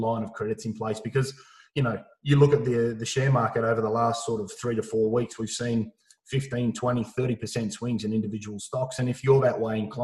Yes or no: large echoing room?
no